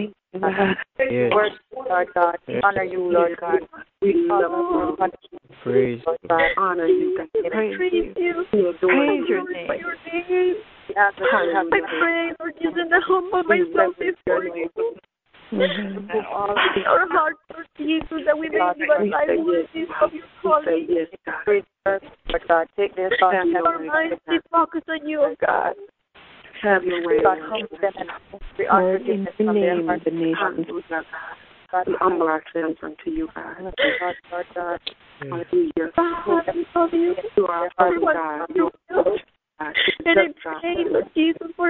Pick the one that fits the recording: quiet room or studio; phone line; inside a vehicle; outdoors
phone line